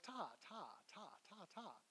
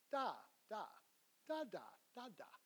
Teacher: let's try activating the larynx, tongue behind the teeth, so we get a voiced dental consonant. · Shown in: second take